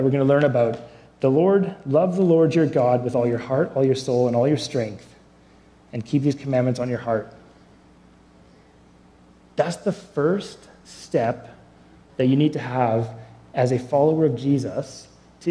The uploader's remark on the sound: Below you’ll find an audio only recording of our service.